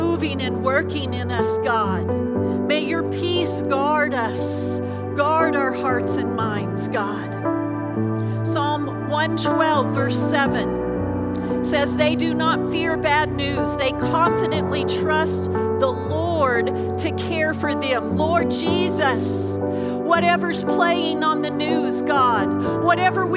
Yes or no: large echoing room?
yes